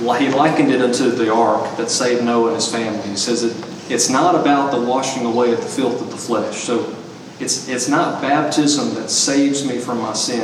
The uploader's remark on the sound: We are sharing portions of the ordination service. We are sharing portions of the service.